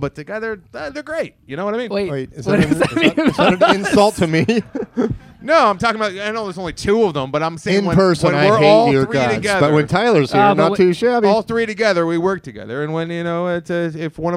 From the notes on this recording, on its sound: Live at the Improv. All in front of a live audience!